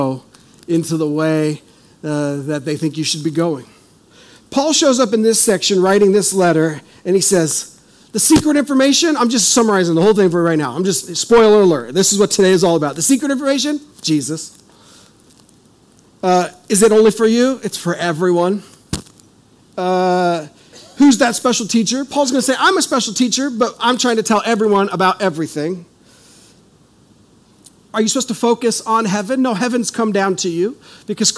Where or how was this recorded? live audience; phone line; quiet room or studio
live audience